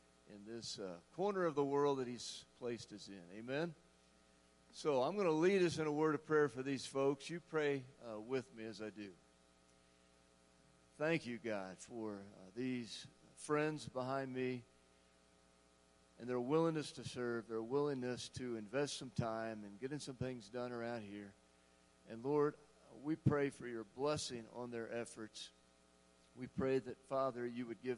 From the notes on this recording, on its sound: Woodland Life Church Live - 2022/06/26 - Audio.